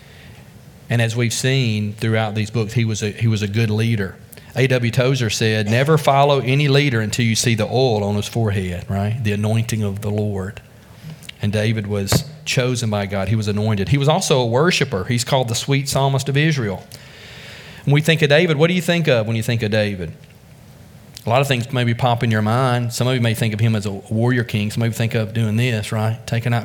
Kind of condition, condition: setting, large echoing room